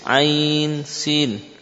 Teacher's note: ain akhirnya nun sukun, bertemu dengan sin, terjadilah hukum ikhfa dengan gunnah yang tipis